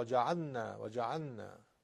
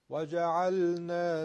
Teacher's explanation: حرف لام رو مواظب باشین خیلی واضح بگید که بوی ادغام لام تو نون ایجاد نشه · Shown in: second take · مثلا وجعلنا وجعلنا، انگار که لام توی نون ادغام شد.